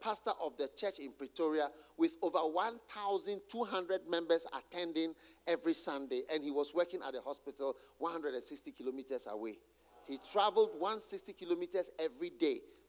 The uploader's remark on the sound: Preached at the Use It or Lose It Camp, USA.